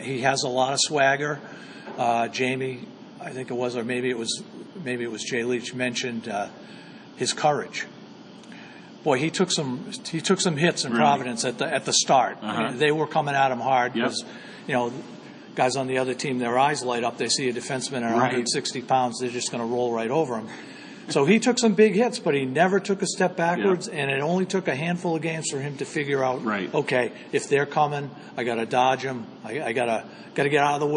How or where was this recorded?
busy venue